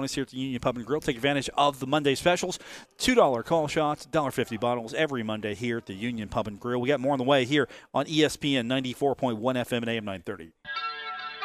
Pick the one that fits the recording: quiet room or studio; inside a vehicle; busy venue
busy venue